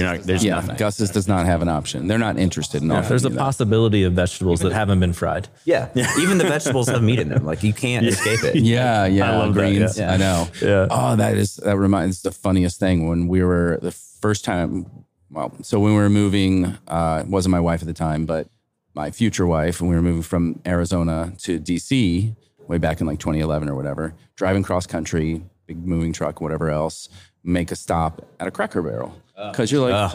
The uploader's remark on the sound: at the RenderATL conference